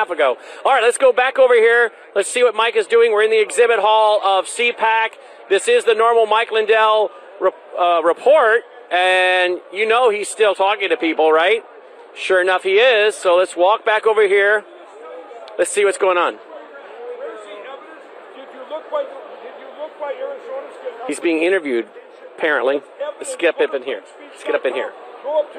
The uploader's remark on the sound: Live From CPAC